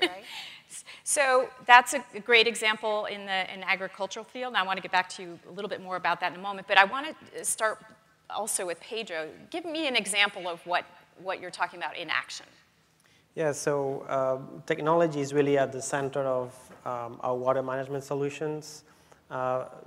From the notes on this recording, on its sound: The best of live interviews from GreenBiz events.